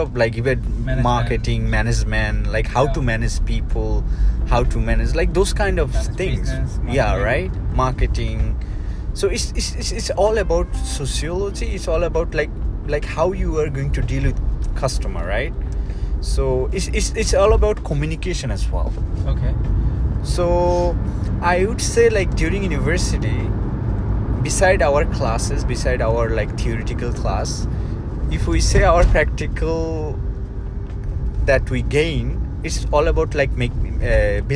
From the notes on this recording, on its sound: Was discussing about university life with my friend while driving.